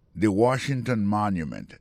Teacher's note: Si nous mettons accent sur accent encore, après que mot Washington, l'accent tombe sur le premier syllabe. Pour mot monument, il tombe sur le premier syllabe.